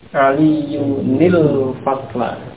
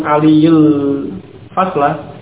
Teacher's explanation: cara membaca ketika tanwin diikuti alif lam, maka ditambahkan nun yang di kasrah antara keduanya · Shown in: first take